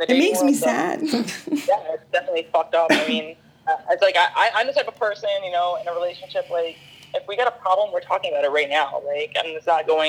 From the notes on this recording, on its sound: Had a great time talking over the phone!